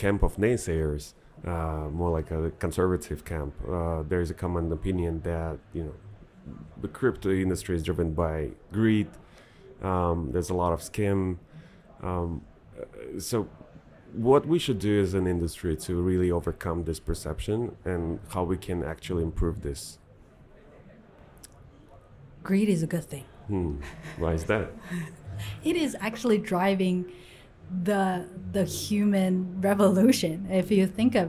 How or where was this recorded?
busy venue